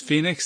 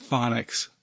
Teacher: Change the first O sound to a short O and you get phonics.